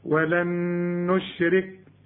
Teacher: النون ادغمها في النون وكأنها نون واحدة